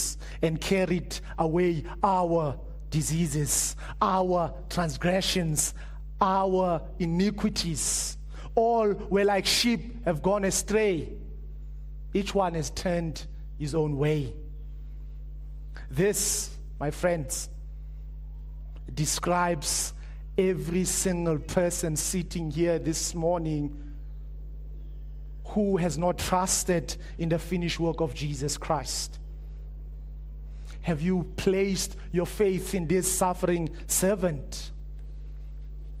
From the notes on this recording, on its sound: Preached at Living Stone Bible Church